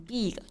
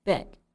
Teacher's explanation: 要注意 big 这个单词的发音，中间是发短元音 a 的这个音。我们在发这个音的时候，下巴会掉下去一点点 · Shown in: second take